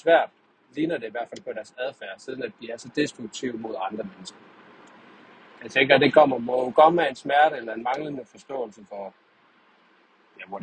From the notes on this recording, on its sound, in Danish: Tur til ned til messe. Forhåbentligt er det den sidste optagelse med dårlige lyd. Beklager kan jo ikke klippe eller rette i det.